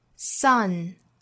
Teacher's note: 后面舌尖抵上齿龈发前鼻音